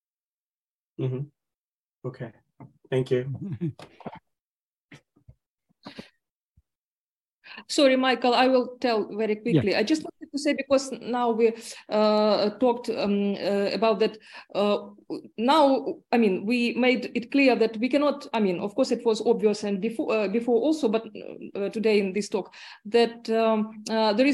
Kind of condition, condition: link, video call